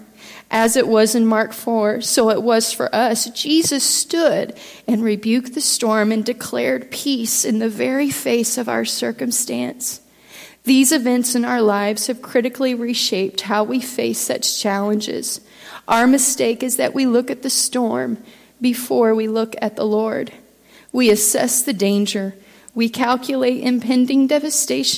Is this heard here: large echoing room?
yes